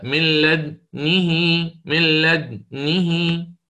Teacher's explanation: بعد أن سكنت الدال ضممت الشفتين إلى الأمام وكسرت النون وكسرت الهاء · Term: الإشمام